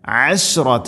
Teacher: ഷീൻ തഫശി എന്ന സിഫത്ത് കൊണ്ടുവന്ന് അഥവാ പരത്തി ഉച്ചരിക്കണം